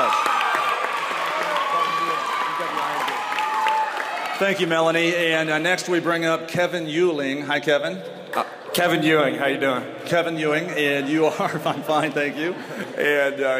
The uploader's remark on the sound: Live from Whittier College. We begin the show with a live audience at Whittier College in Los Angeles.